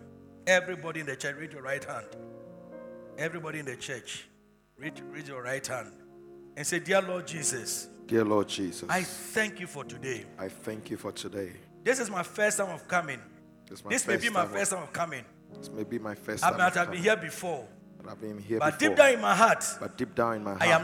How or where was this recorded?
large echoing room